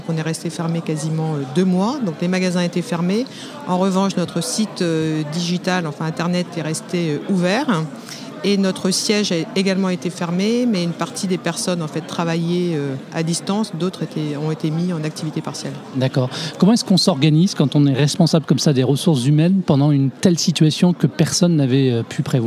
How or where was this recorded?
busy venue